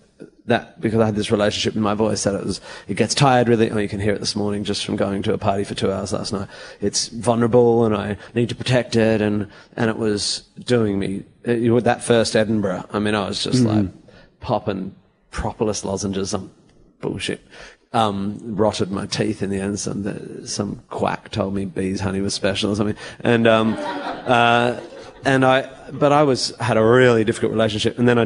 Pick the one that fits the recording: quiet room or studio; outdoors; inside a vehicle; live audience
live audience